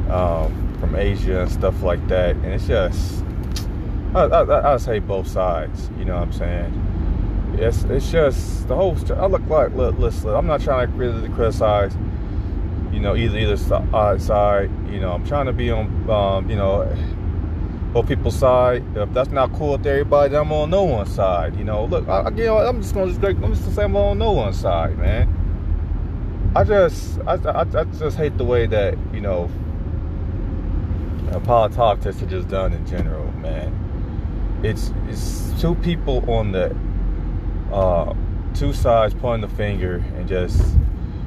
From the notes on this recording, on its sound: I am in the car